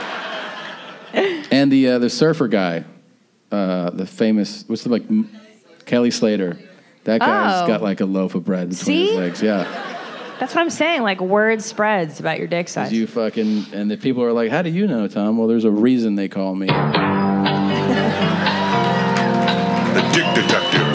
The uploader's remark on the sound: Live From Irvine. Here we have the last live show we did at the Irvine Improv.